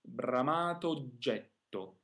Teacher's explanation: After that, we have a double J sound. So although we have two O's in a row, they'll only sound like one short O because we really need to take that time for the double J sound